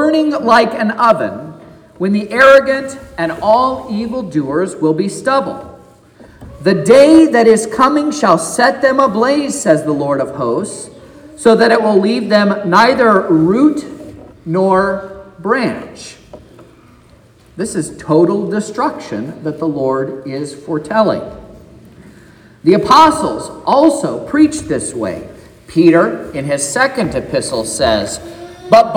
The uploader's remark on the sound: This is the sermon preached at Trinity Lutheran Church in Vallonia, Indiana, on Sunday, May 28th, 2023